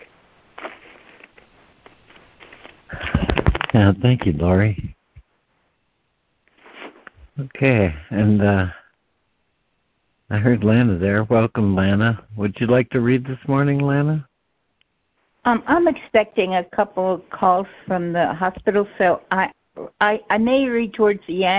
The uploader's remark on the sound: ACIM Daily Conference Call